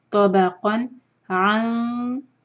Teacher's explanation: نون کو چھپائیں گے اور تو کے لیے زبان کو تیار کریں گے. عَن طَبَقًا، تو ہیوی با لائٹ اور قاف پر قلقلہ.